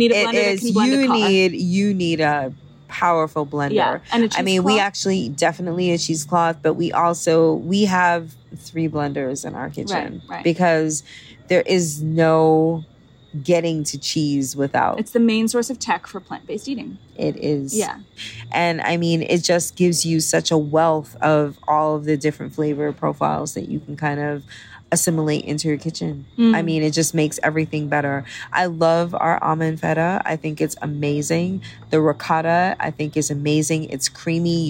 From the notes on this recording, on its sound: Live from Cafe Pimpin in Paris + Stush in the Bush in Jamaica.